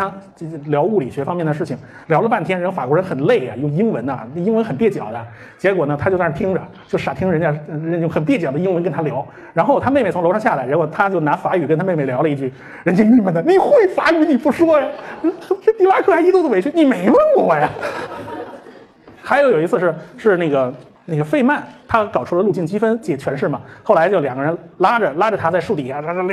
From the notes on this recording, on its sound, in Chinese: 重庆精典书店讲座实况录音。我把这次讲座是实况的音频先放上来，时间很长。因为是现场即兴发挥，比不得平时的录音节目，我还做不到出口成章没有废话。